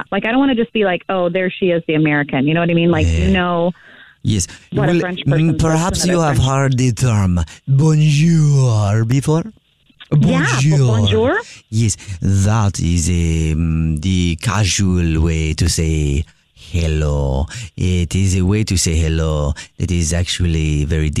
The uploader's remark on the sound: Phone Prank.